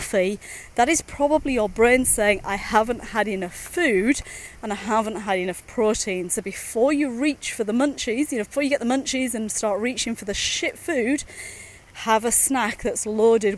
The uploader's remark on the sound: a series of short podcasts recorded during daily walks